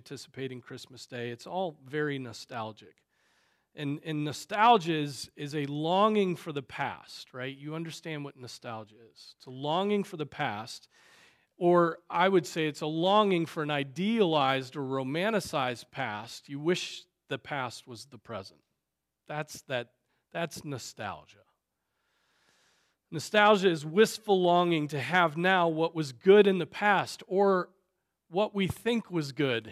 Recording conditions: large echoing room